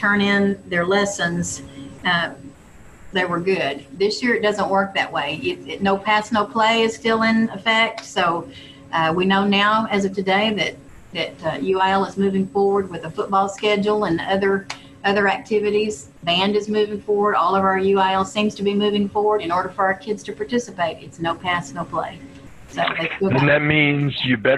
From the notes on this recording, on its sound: This interview was recorded via Zoom. A thunderstorm began shortly after we started this podcast, which resulted in a garbled connection in a couple of instances.